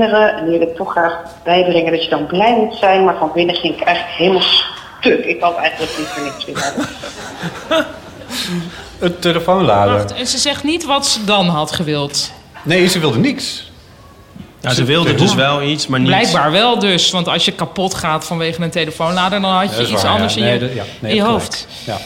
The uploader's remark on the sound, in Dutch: Op zaterdag 24 augustus 2019 waren we te gast op het Groningse Performance Arts Festival Noorderzon